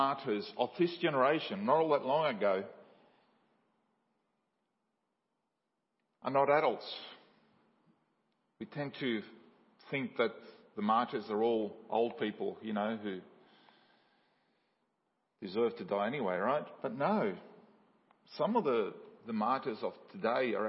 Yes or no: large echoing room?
yes